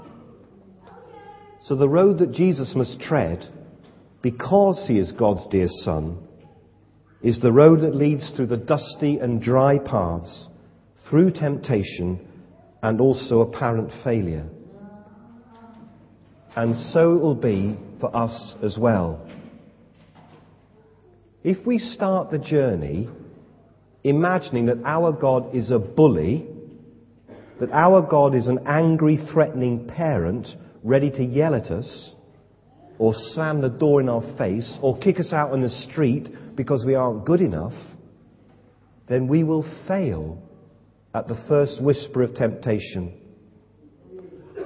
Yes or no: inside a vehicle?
no